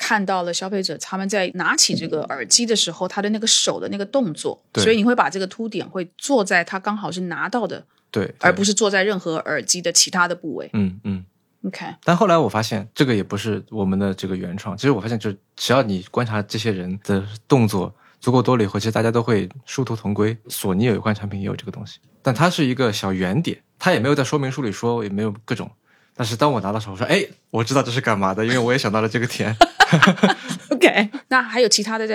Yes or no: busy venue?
no